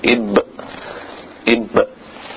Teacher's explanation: There's no air that passes out of the mouth when you say ib. Ib. Not like if it has humps, but the ba, it has that jahar, meaning we hold the air in its makhraj.